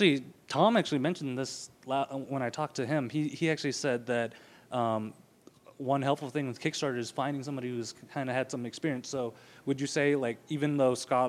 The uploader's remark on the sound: This a special episode recorded at Nerdtacular 2013